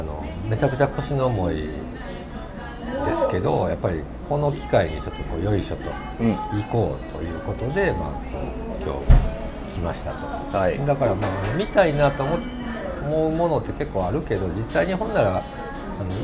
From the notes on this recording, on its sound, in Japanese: 直後に立ち寄った食堂で収録